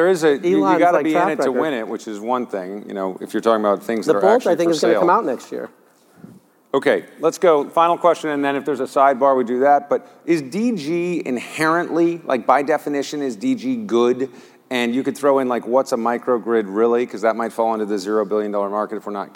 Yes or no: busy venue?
yes